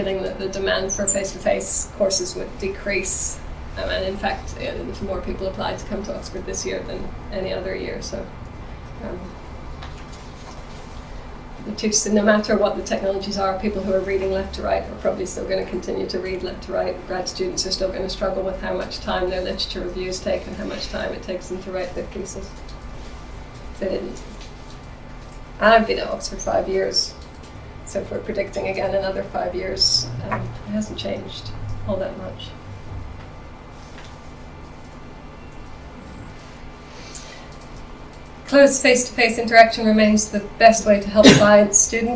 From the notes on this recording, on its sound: Speaks at the SRHE Student Experience Network and Digital University Network event "The Digital Student Experience: Exploring the role of technology on the student experience".